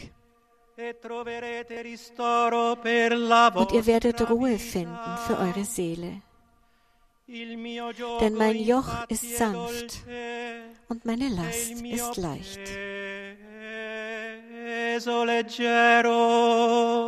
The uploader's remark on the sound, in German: Heilige Messe zur Eröffnung der Weltbischofssynode